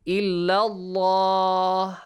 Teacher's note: the letter lam in the word Allah is pronounced with a heavy sound